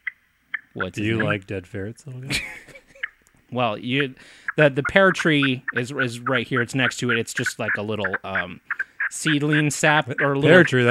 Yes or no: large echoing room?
no